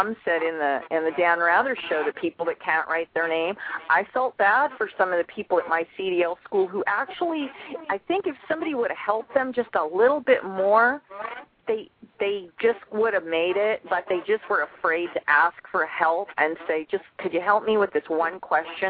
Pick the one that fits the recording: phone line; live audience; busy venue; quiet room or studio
phone line